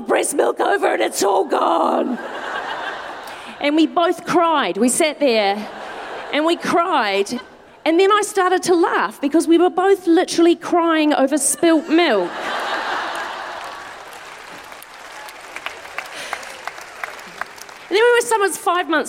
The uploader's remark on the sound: Recorded 20 February 2020 at the TSB Arena in Wellington.